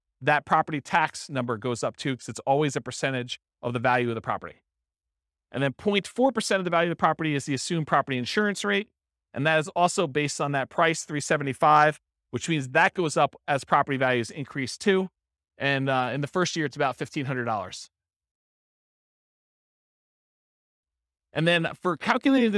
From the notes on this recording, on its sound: This was a live class recorded